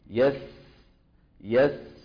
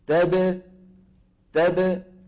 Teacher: الباء شديدة، زمنها ما حيكون مثل يس، شو حيكون؟ أقصر · Shown in: second take